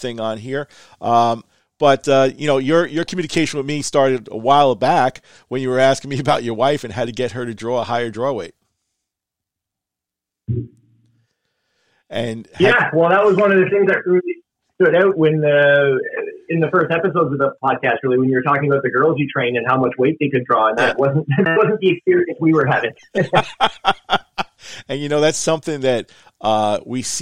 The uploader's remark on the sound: Our First Live Listener Call In Show! A recording of our first Live Call in Show.